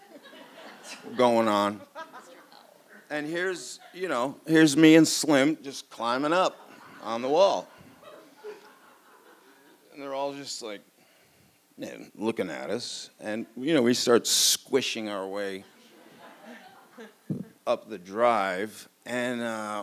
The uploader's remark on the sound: This event was recorded in front of a live audience on July 18, 2017 at Wellfleet Preservation Hall in Cape Cod, Massachusetts.